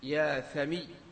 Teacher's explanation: فتقلب الواو ياء والضمة كسرة، والضمة كسرة لأنك تعامله معاملة الاسم التام، الاسم التام، وإذا عاملت هذه المعاملة طبعا تحكم عليه بحكم قواعد العربية.